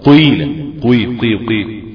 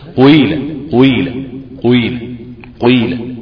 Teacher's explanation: الحرف الرابع ياء مشمة صوت واو قيلة قيل قيل قيل كأن بضم كده شفتيها قيلة قيلة قيلة قيلة.